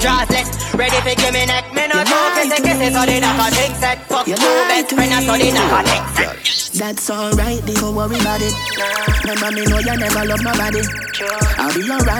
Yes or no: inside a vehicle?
no